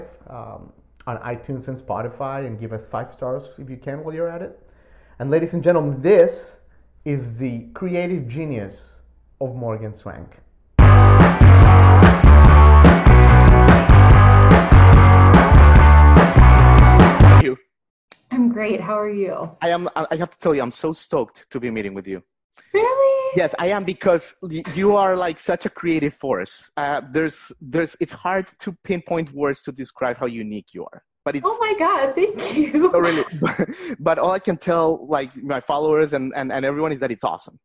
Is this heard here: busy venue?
no